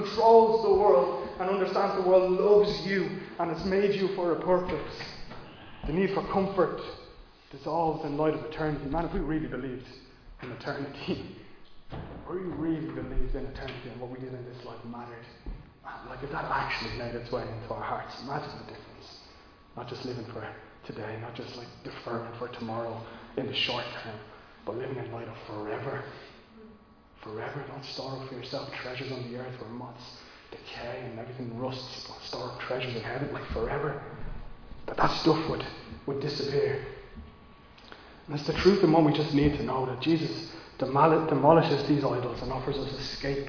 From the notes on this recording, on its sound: Recorded live in Liberty Church on 6 March 2022